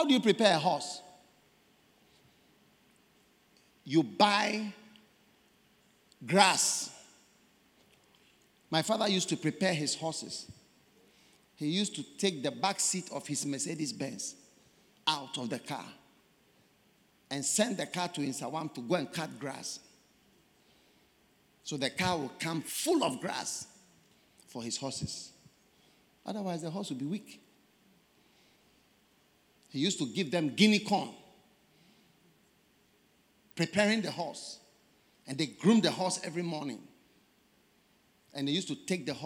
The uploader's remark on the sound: Preached at the First Love Centre, Accra - Ghana